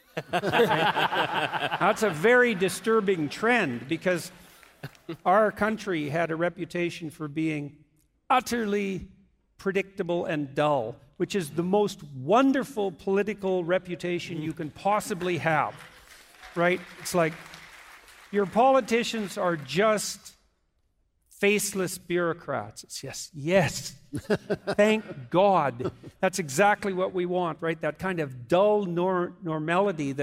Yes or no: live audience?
yes